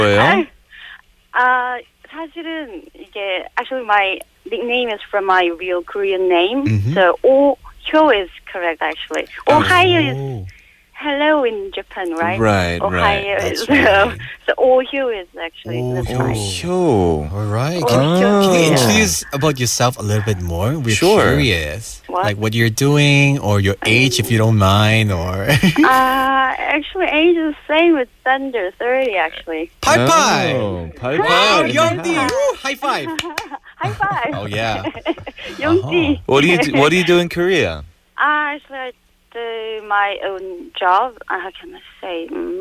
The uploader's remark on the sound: Phone listeners for a brief chat and open the mike to them.